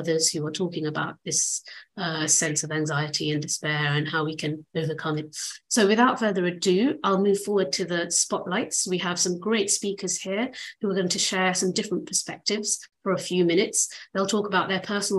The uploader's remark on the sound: Recording of the 4th webinar of the Power-to-the-People group, a cooperation of European Alternatives, European University Institute, Europe Calling, Mehr Demokratie, Another Europe is Possible, Citizens Takeover Europe.